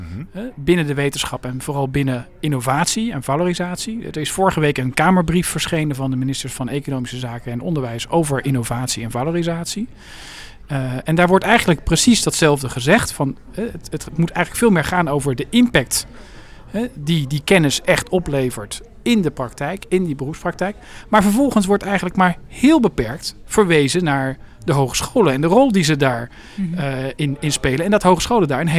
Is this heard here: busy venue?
yes